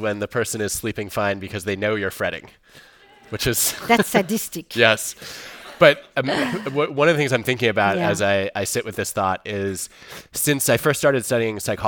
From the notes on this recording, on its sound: recorded in front of a live audience